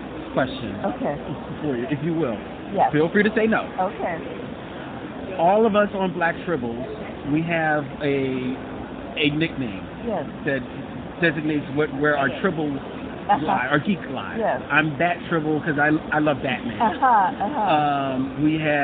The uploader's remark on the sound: Recorded April 2015 at The Great Philadelphia Comic-Con.